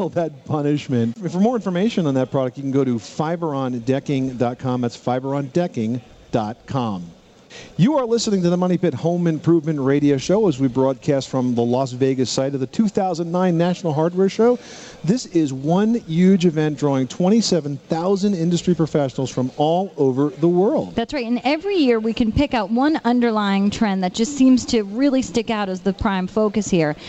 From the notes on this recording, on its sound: Live from the National Hardware Show. Broadcast live from the 2009 National Hardware show in Las Vegas.